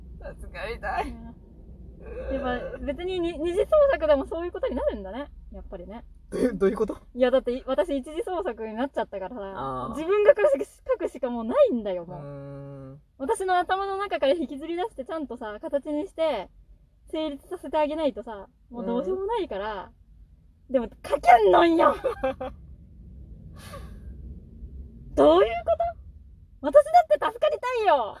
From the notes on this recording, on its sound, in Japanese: From Radiotalk。車の中で喋って苦しんでいます。